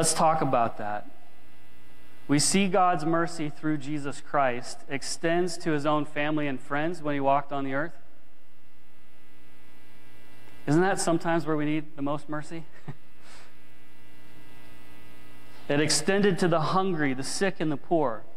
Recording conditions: large echoing room